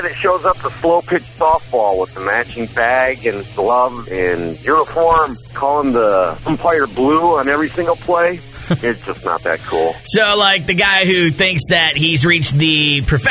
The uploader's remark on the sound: Also, today I opened up the phone lines looking for a specific type of person that you just don't see as cool.